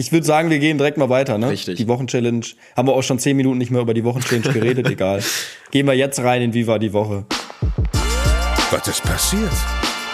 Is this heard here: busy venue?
no